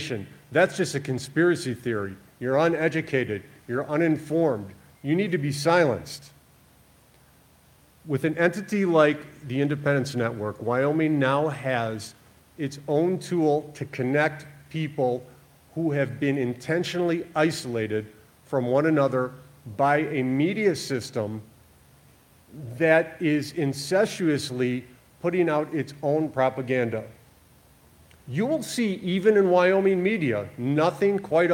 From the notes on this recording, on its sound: Audio from our live show broadcasted before a live audience. At the Independence Network's launch party in Sheridan, Wyoming.